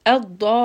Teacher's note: A little bit of a jerk on the lam, and then a little bit of emphasis to make sure that shadda is audible. · Term: nabr